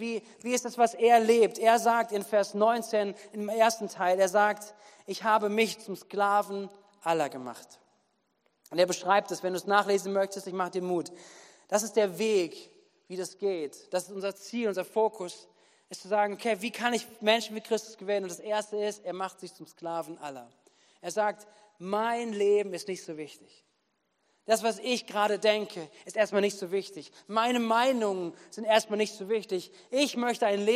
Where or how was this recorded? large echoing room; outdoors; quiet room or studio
large echoing room